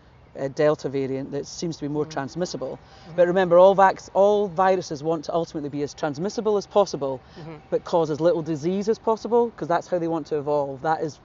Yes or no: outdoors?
yes